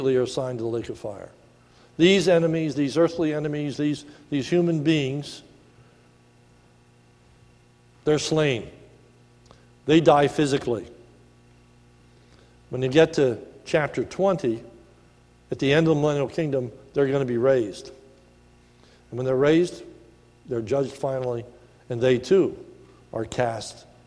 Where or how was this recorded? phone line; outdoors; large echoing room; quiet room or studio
large echoing room